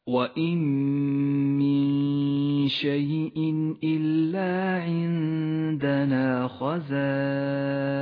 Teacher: وإن من إدغام بغنة، جاءت النون الساكنة وبعدها حرف الميم، تدغم النون بالميم، تسقط النون من اللفظ، ولذلك هي رمادية اللون، وتشدد الميم التي بعدها، ولذلك لونت باللون الأخضر إشارة إلى غنة بمقدار حركتين.